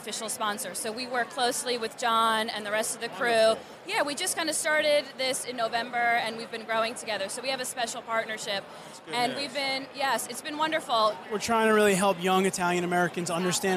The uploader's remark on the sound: Most of the content in this episode was recorded at The National Italian American Foundation’s (NIAF) New York City Gala this past April. We have also included a fun segment at the end of the episode where we talk to some passionate Italian-American Met fans.